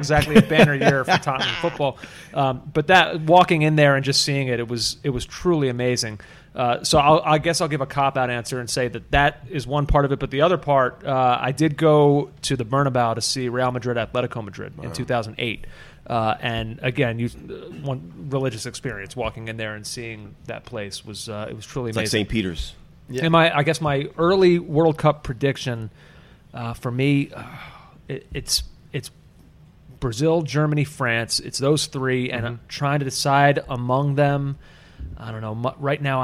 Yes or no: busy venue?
yes